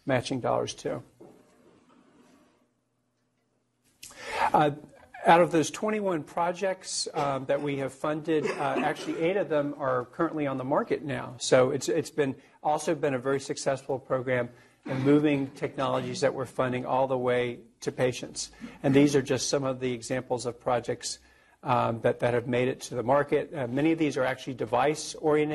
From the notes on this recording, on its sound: Norris Cotton Cancer Center Grand Rounds presented on August 28, 2018